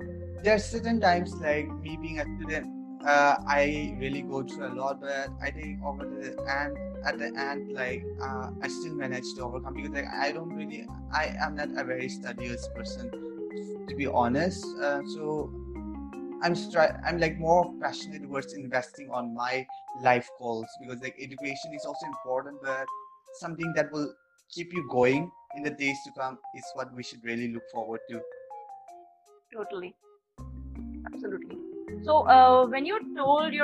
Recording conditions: video call